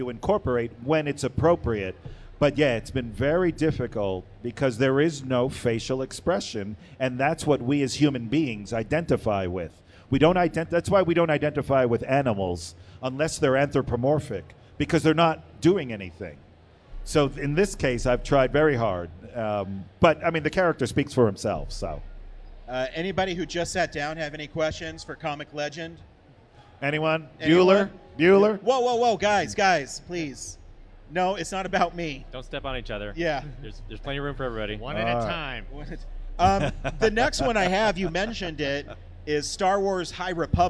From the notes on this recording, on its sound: live from the creator stage at Denver FanExpo 2022